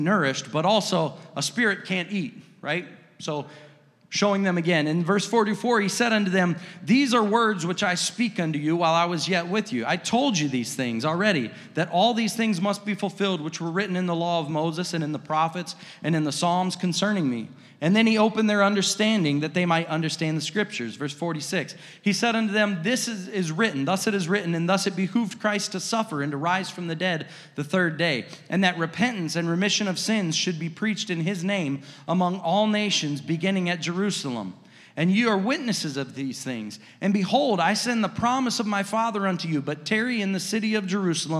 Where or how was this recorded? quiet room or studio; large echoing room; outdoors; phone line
large echoing room